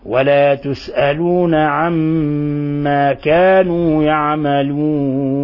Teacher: كذلك لفظ عما، ميم مشددة، ميم مشددة، فهي إذن حرف غنة مشدد، تعطى غنة مقدارها حركتين